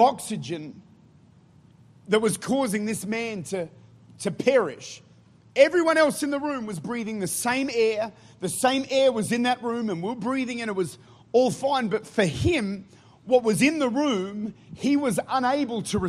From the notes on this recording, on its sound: Recorded at Life Church, St. Louis, Missouri.